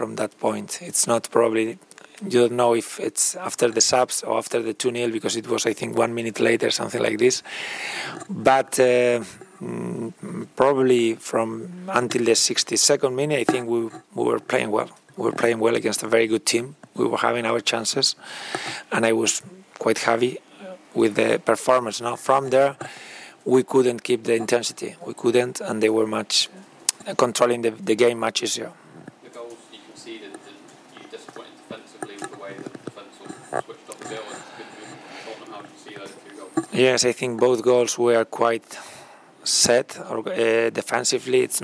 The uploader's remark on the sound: PRESS CONFERENCE